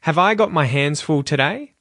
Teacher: So the biggest thing I want you to take away from this exercise today is the intonation of my voice. Because this is a question, you'll notice that my voice rises at the end of the sentence